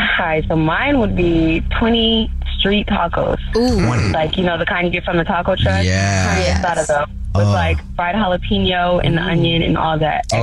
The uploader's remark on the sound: We have a guy on the phone. There is a caller on the phone.